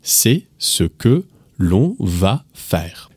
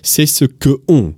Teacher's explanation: this is a very interesting thing about French, where we have an L sound before the on · Shown in: first take